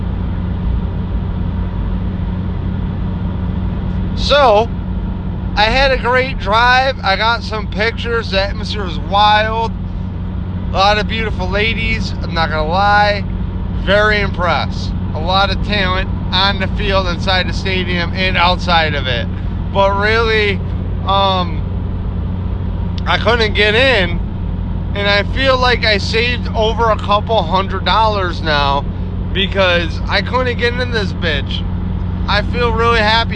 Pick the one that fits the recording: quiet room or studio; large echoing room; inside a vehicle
inside a vehicle